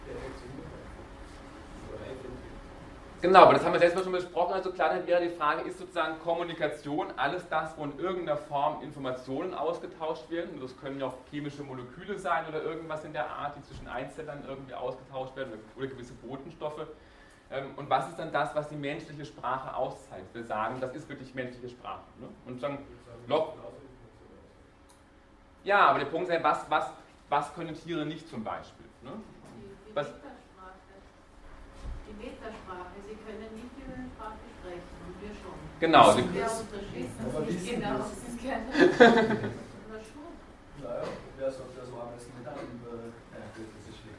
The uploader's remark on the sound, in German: Diese Vorlesung wurde von Studierenden aufgenommen